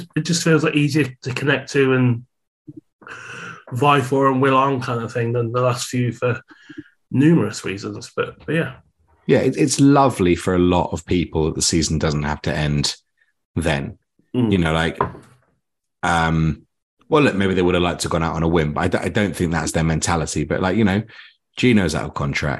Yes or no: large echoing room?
no